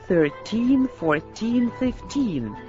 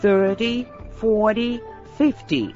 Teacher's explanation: Обратите внимание на то, что в числительных от 13 до 19 ударение падает на суффикс teen. · Shown in: first take · 13, 14, 15.